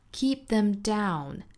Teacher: Keep 这个单词长元音 e,同样强调嘴型的紧张感